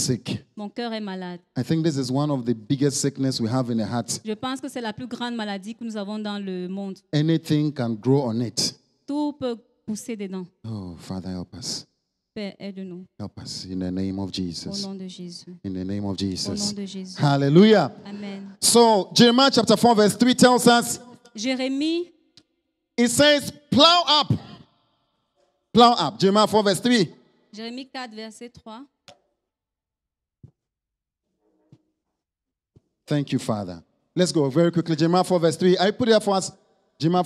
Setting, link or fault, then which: setting, large echoing room